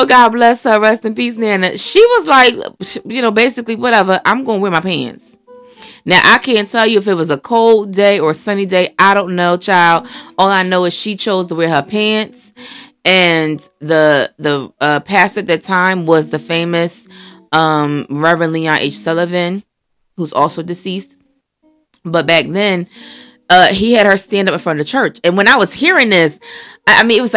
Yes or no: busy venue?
no